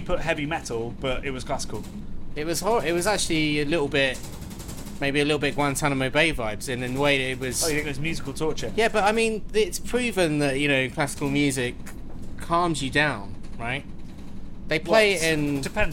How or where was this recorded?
inside a vehicle